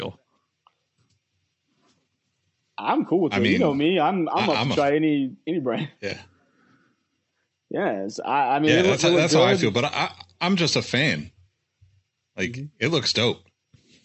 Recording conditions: video call